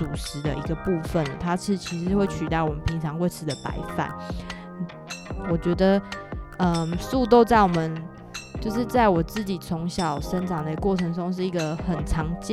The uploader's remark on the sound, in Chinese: Ubi行動錄音室，跟著我的行走節奏，藉由工作、旅行，走進不同的部落，蒐集部落在地的聲音。